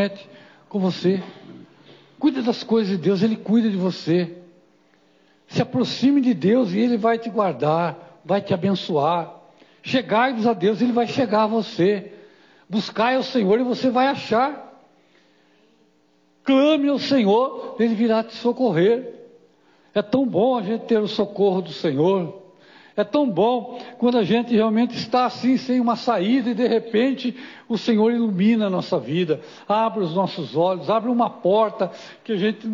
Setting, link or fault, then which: setting, live audience